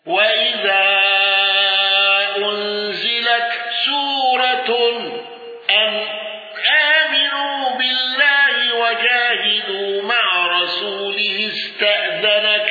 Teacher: ابن ذكوان بالسكت على المفصول واندرج معه حفص